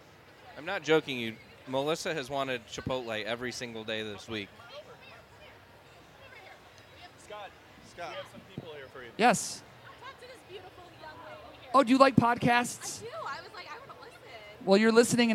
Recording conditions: busy venue